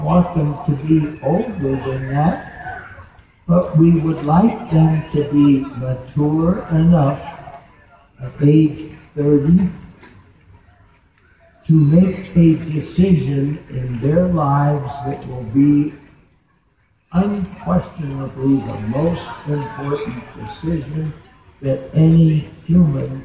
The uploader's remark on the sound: conference at Wired Next Fest 2017